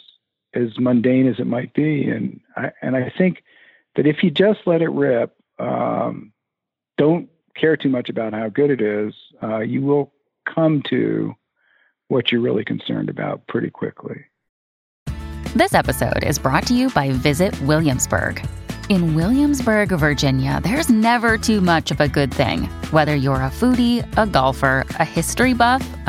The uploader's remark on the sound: Jumped on the phone to talk with me. Joined me by phone, and the interview vastly improves after the first two minutes.